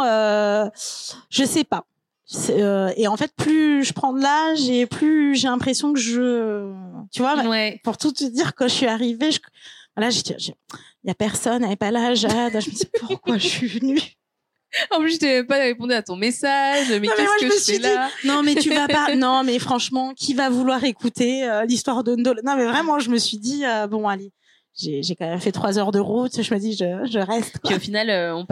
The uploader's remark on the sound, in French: Enregistré en live à l'occasion de l'événemeny Slow Fashion & culture organisé par Weslow, accélérateur de marques engagées mode et lifestyle.